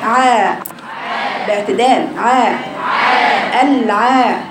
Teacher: هاتي المخرج اهو وسط الحلق بدون تفخيم · Term: العين